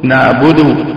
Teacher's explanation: يقف بالسكون وبعدين يأتي بثلثي الضمة بصوت خفيف بسيط يسمعه القريب دون البعيد · Term: الروم